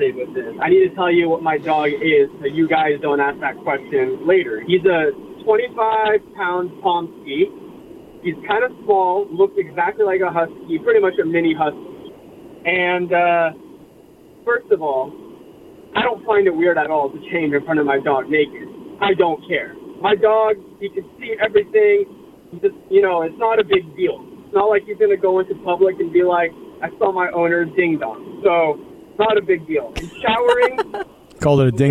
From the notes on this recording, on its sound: More listeners call